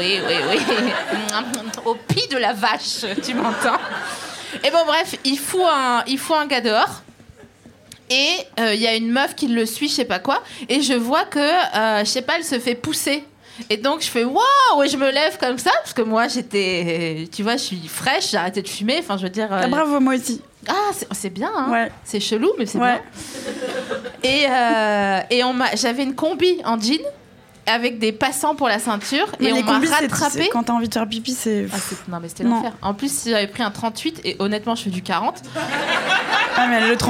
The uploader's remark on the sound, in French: Cet épisode a été enregistré le 07 mars 2020 au Lauretta (46-48 boulevard de la Villette, Paris, 19e).